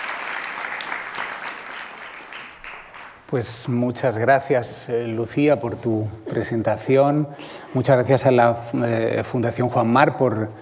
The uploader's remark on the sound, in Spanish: En la segunda conferencia de este ciclo. Museo Nacional del Prado.